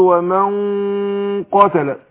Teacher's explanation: أنا بخفي النون عند القاف بس بفخم الغن لأن النون اللي بيبقى من النون إيه صفة بتاعتها زي الغن